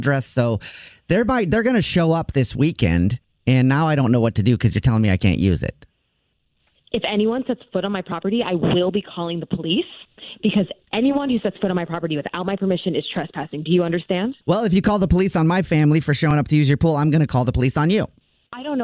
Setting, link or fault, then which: link, phone line